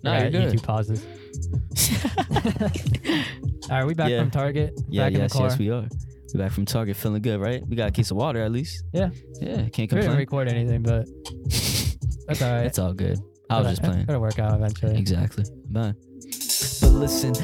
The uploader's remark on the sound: Go for a quick drive to target and attempt to record a vlog. Driving and Rapping.